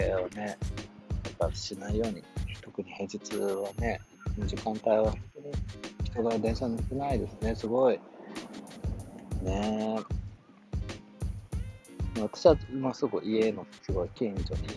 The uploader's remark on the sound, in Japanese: 川沿いでの収録のため風の音が少し入っちゃいましたが、ポカポカ陽気の中収録しましたよ〜。